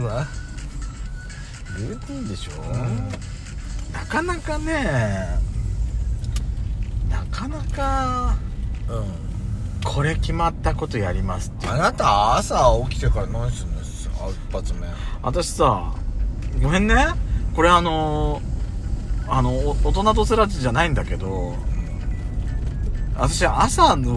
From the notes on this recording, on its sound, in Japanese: ドスドライブ収録。ロードノイズゴメンね。